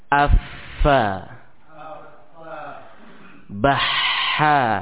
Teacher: suara yang lirih sebagai akibat dari terbukanya dua pita suara dan tidak adanya getaran pada keduanya, serta banyaknya aliran nafas yang menyertai keluarnya huruf hamas